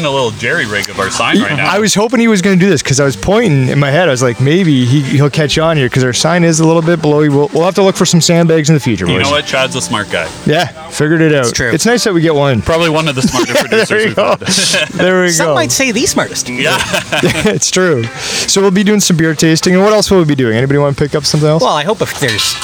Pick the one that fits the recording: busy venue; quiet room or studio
busy venue